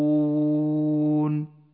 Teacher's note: احذر من تفخيم حرف التاء في أولها وفخم الظاء ورقق الهاء وفخم الراء